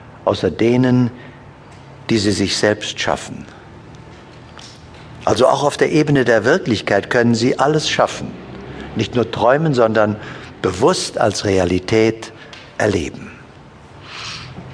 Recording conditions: live audience